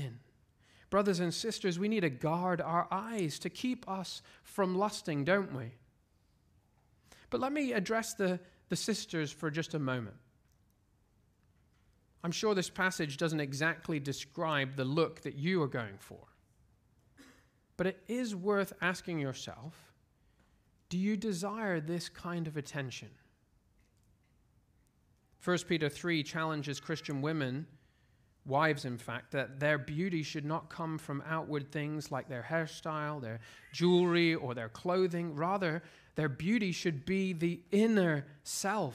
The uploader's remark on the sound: at Covenant Hope Church in Dubai, UAE